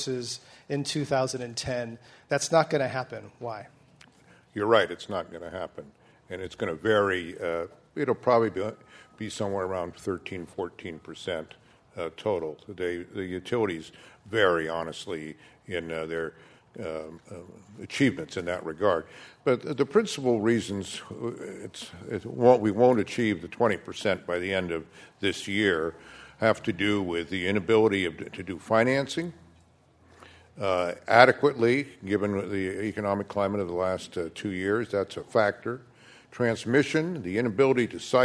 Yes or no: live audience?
yes